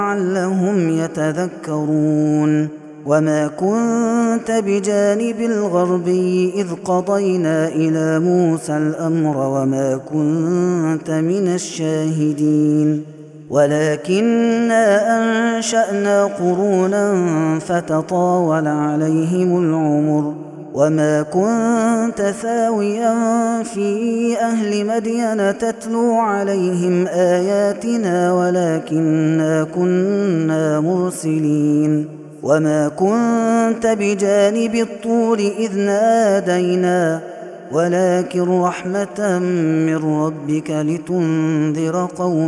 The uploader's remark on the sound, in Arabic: هذا التسجيل من صلاة التراويح.